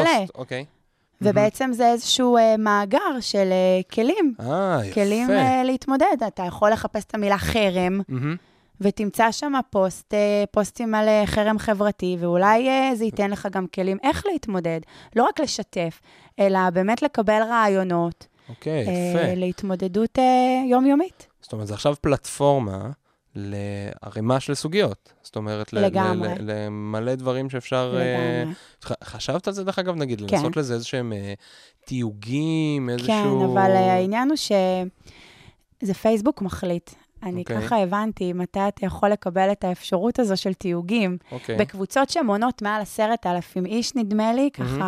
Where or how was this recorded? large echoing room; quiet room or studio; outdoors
quiet room or studio